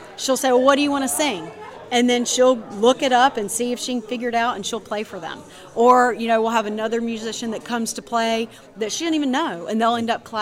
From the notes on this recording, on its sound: Recorded at the 2022 Preservation on Main Street Conference in Deland, Florida.